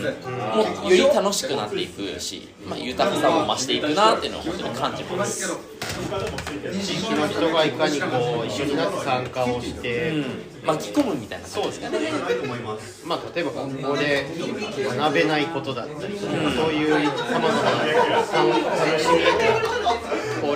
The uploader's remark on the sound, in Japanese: 雑音多め。忘年会会場での録音のため雑音が多めです。ホストの2人は若干酔っ払いながら話してます。